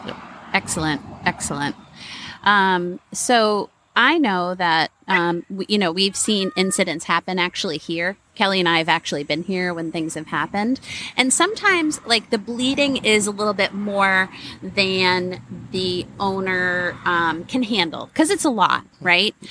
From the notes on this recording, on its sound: Today we recorded at the Dog Park!